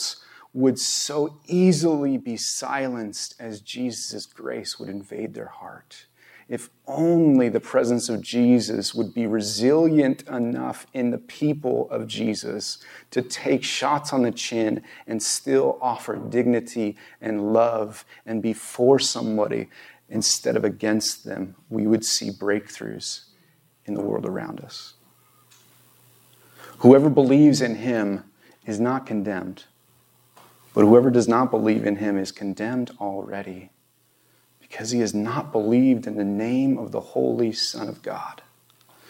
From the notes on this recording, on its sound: This Video was recorded on September 18, 2022 at Bethel Church in Ridgefield, Wa.